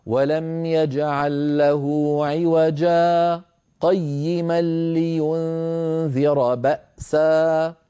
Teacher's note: نلاحظ على اللوحة التعليمية تنبيه: حكم الكلمة المسكوت عليها كحكم الكلمة الموقوف عليها، فالوقف على عوجا هو عوجا بمد العوض، والسكت على عوجا هو عوجا قيما لينذر بمد العوض كذلك